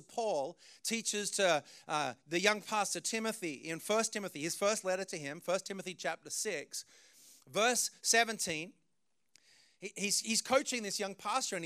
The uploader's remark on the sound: preached this message on June 18th at our Brooklyn community